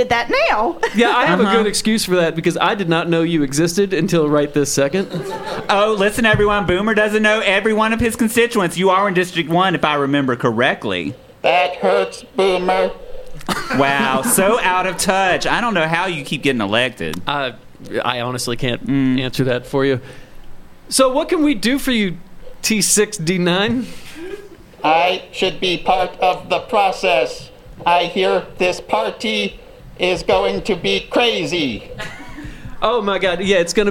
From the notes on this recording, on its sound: The stars came out for the first ever Welcome to Colonel live show!